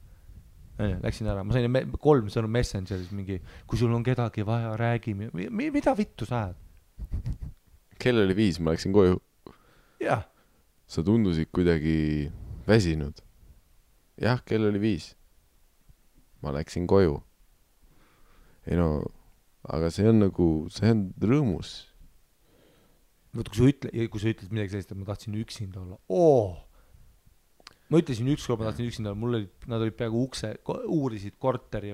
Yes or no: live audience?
no